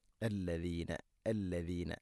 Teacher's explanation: ഇതാലുച്ചരിക്കുമ്പോൾ നാവിൻ്റെ അറ്റം മുൻപല്ലുകളുടെ ഇരുനിരകൾക്കിടയിലൂടെ അല്പം പുറത്തോട്ട് വരണം